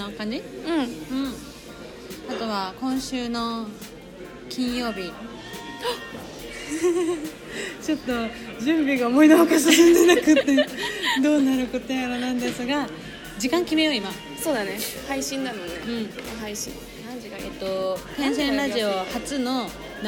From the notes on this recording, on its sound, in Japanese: 今回はカフェで収録したため終始ガヤガヤとうるさいです。ごめんなさい！